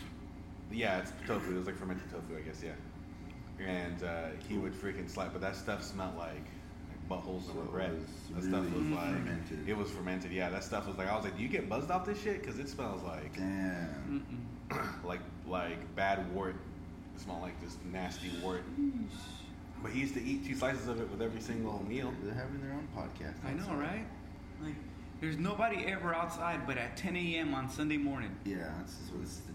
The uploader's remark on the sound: recorded in the one & only Spokeasy Public House